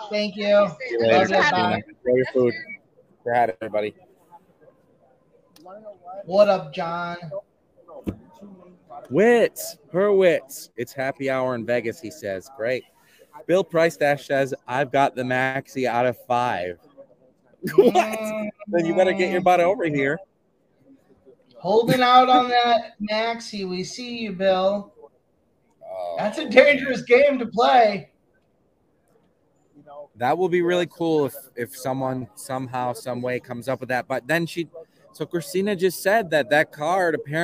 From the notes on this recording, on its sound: live with coverage from the Mint Collective Card Show in Las Vegas, Nevada.